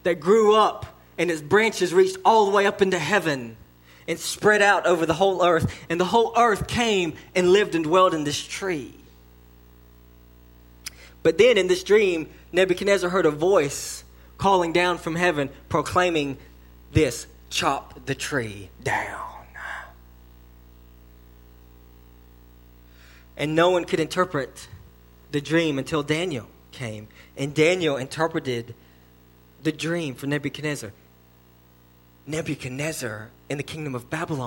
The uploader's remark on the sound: Learn more in this sermon delivered to Cottondale Baptist Church in Eastman, GA.